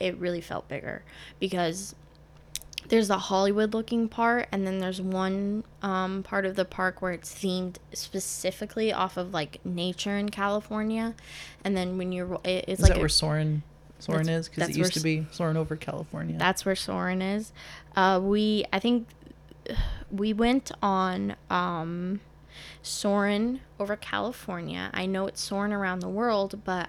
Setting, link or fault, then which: fault, sounds in the background